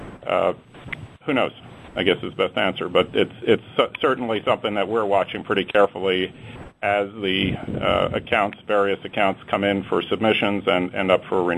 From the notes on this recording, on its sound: ProAssurance Earnings Conference Call